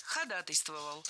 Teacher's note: Ударение в этом слове падает на первую «а» в суффиксе «атой». Кстати, во всех словах, где есть такой суффикс, ударение точно так же падает на «атой».